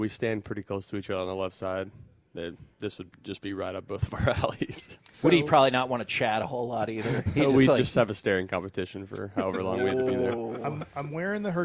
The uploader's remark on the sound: Joined the K&C Masterpiece live from spring training in Surprise.